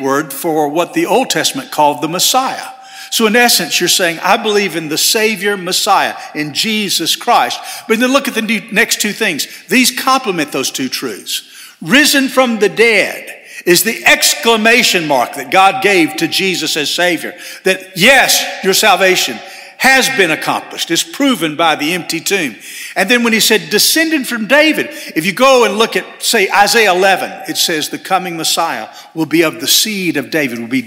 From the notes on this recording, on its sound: At First Baptist Church Hendersonville, NC.